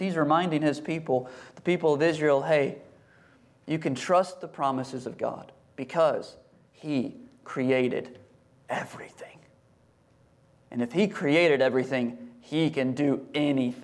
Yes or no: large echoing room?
yes